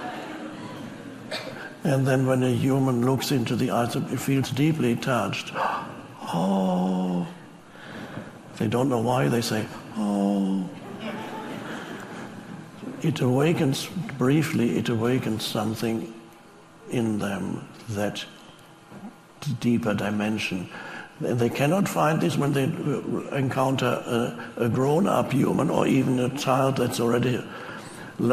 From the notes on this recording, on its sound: Talks to a live audience. He says ‘Aloha’ to the crowd.